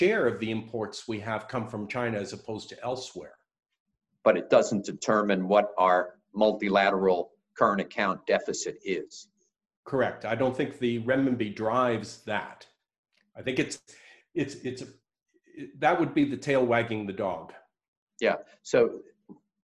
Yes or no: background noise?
no